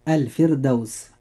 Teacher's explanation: كلمة الفردوس، الراء فيها مرققة لأنها ساكنة وقبلها كسر أصلي وليس بعدها حرف استعلاء، ولذلك ننطق هذه الكلمة مرققة هكذا.